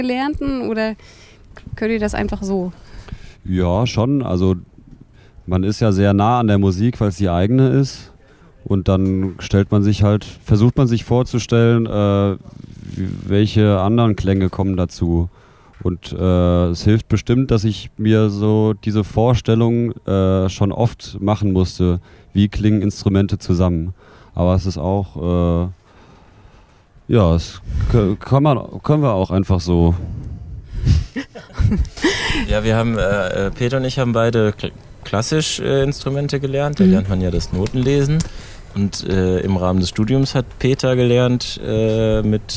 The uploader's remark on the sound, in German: auf dem Pop-Kultur-Festival